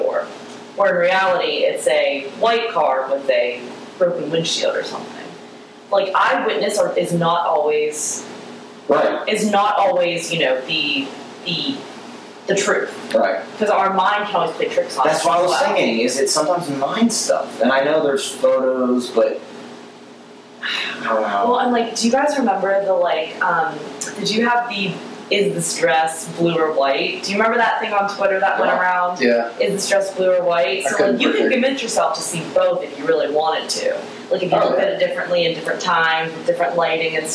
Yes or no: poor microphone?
yes